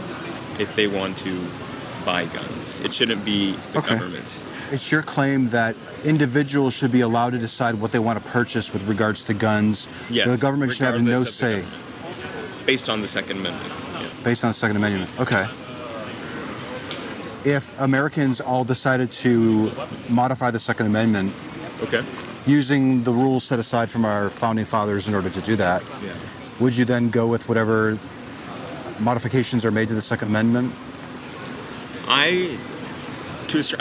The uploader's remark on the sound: Location: San Antonio, Texas. Recorded w/Go-Pro.